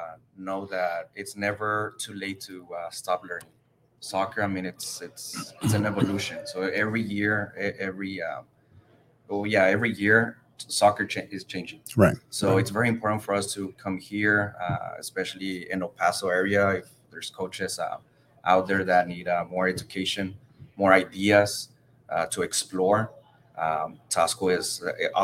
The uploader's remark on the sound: We're LIVE from beautiful Moody Gardens in Galveston, TX at the 2022 TASCO Texas High School Coaches Convention.